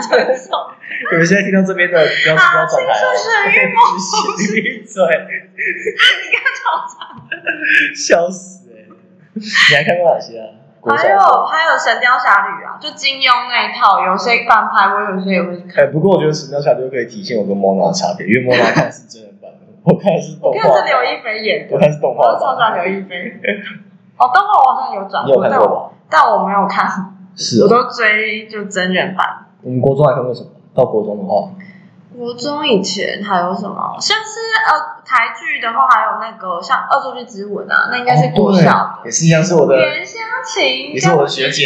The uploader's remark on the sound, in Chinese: 掰惹為這一集因為錄音場所有換。所以回音比較重。因為這次錄音地點找得比較臨時XDD回音嚴重的部分真的十分抱歉。